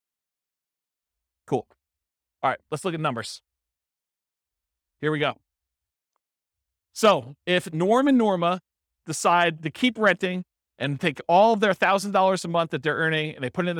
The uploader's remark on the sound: This was a live class recorded